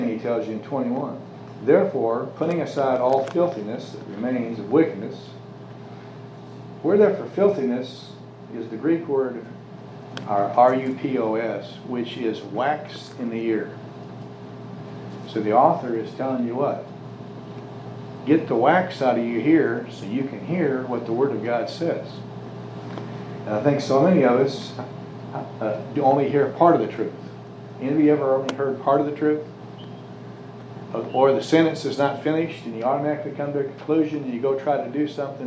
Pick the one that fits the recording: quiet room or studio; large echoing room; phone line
large echoing room